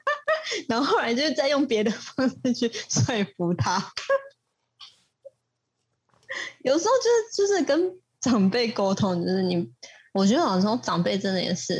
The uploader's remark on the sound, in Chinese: 遠距錄音，音質請見諒